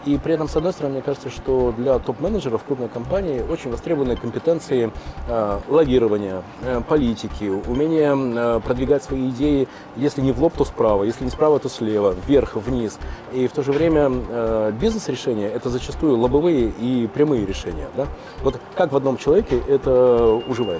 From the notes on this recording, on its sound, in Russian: Первая запись подкаста "Берись и Делай" в витрине книжной сети "Буквоед" в центре города.